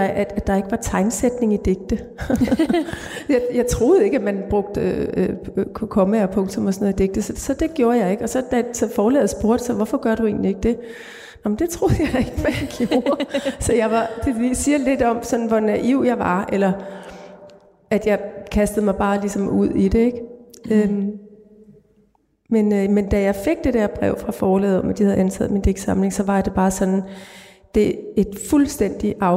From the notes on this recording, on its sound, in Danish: som er optaget i Vor Frue Kirke i Aarhus under litteraturfestivalen LiteratureXchange